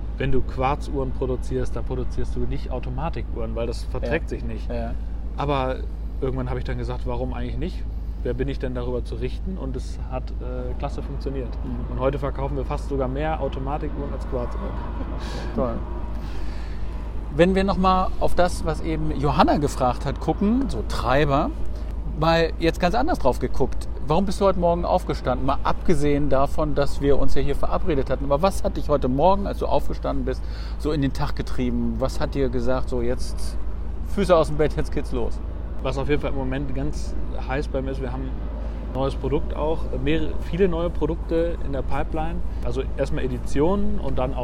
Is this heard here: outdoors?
yes